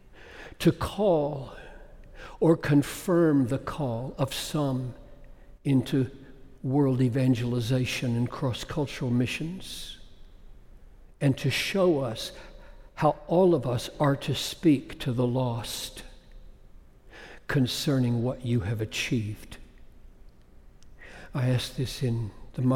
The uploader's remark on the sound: preached this message at Bethlehem College & Seminary in Minneapolis